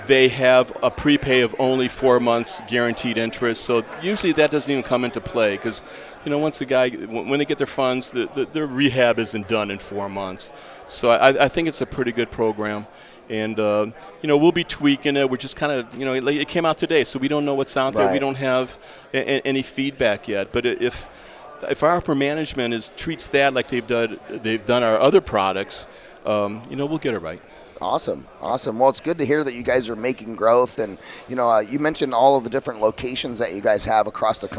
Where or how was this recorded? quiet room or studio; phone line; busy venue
busy venue